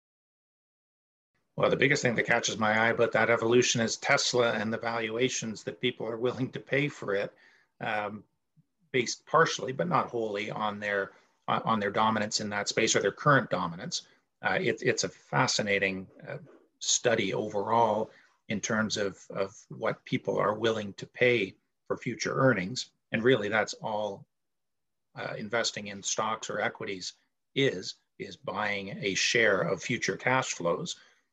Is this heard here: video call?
yes